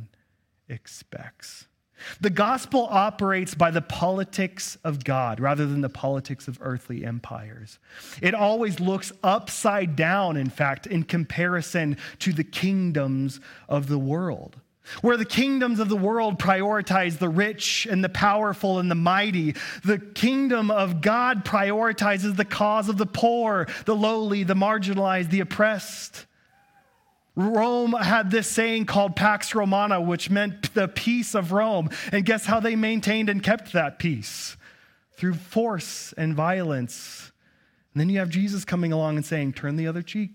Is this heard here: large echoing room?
yes